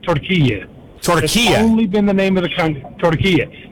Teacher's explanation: people weren't emphasizing the E at the end of it